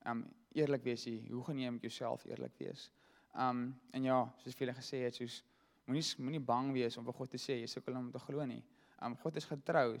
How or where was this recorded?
large echoing room